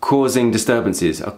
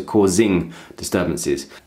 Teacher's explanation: And so he's developed his own way of speaking, and that's just one thing I noticed, that the Zs aren't fully vocalized · Shown in: first take